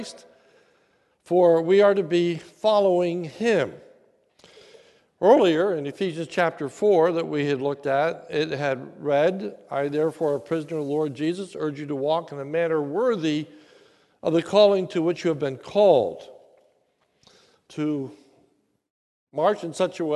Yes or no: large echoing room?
yes